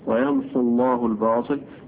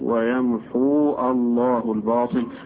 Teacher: فلما يلتقي الساكنان يحذف الأول منهما، فحذفت الواو في اللفظ · Shown in: first take